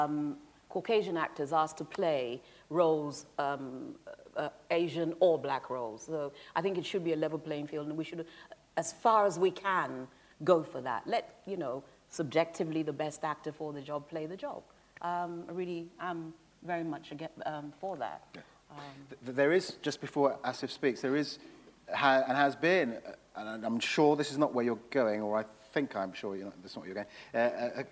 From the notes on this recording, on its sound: This is a recording of a live Platform event from October 2011.